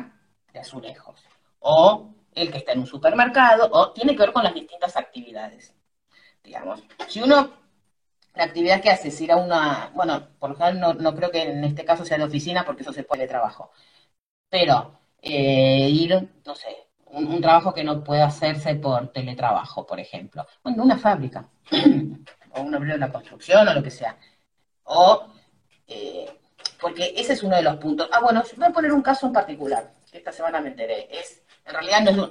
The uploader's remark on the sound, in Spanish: por IG Live